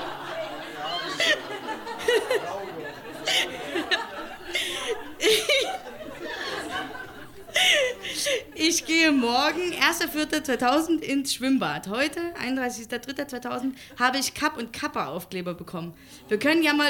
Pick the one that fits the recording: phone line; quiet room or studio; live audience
live audience